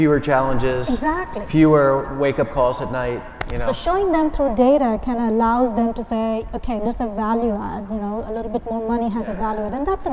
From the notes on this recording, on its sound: We feature a panel discussion from the AWS for Software Companies Executive Forum at re:Invent.